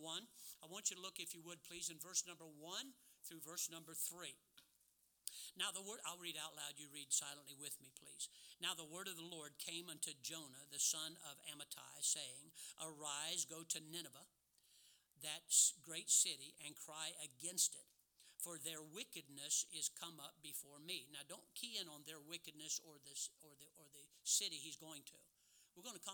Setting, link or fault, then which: setting, large echoing room